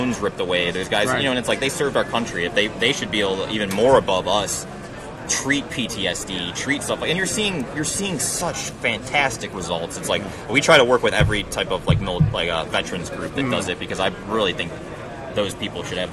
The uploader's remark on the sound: At the 2019 Cannabis Lab Conference in Miami Flordia on October 28th &amp; 29th. At the 2019 Cannabis Lab Conference in Miami Flordia on October 28th & 29th. The event brings together leaders from law, accounting, and business for a two-day event in sunny Miami.